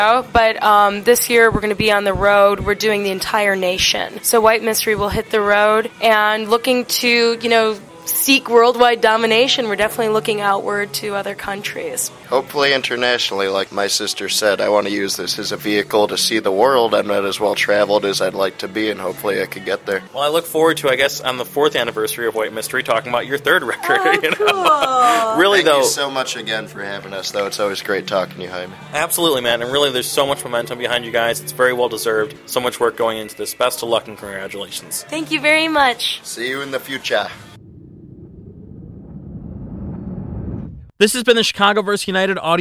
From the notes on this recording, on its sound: interview recorded onsite at Panchos in Logan Square